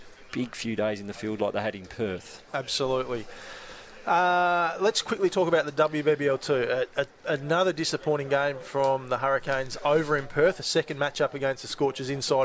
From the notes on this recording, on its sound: LIVE from Chemist Warehouse.